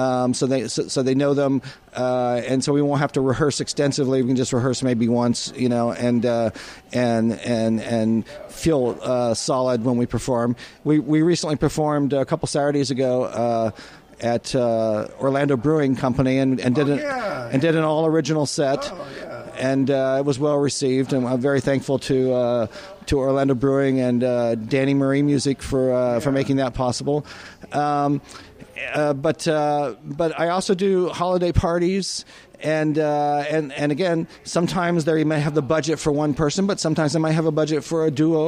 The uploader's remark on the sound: Music was recorded onsite at Front Row Sports Bar and Grill in Ocoee, Florida.